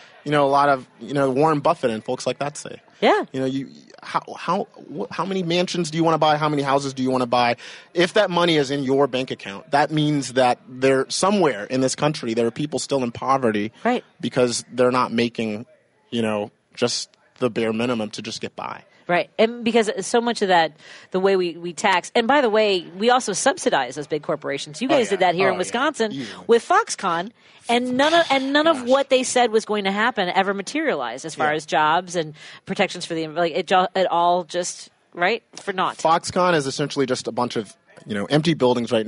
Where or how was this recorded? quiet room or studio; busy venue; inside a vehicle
busy venue